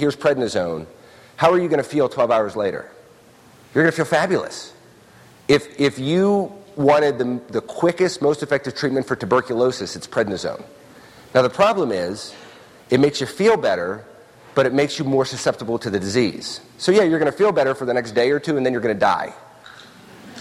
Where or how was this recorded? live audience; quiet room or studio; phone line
live audience